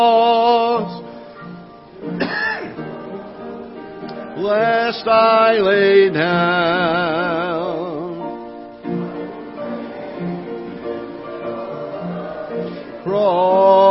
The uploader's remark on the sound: Ketha Heights Baptist Church ~ Live Broadcast